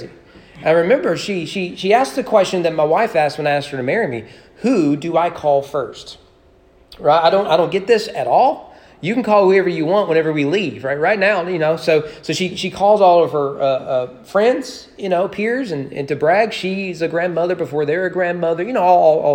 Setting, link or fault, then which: setting, large echoing room